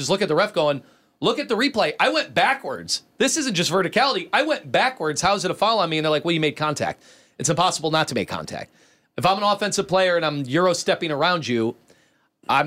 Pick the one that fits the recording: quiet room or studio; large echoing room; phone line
quiet room or studio